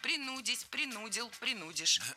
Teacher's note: Не принудить, а принудить. Ударение ставим на второй слог, на корень слова. И во всех формах его сохраняем. Принудить, принудил, принудишь.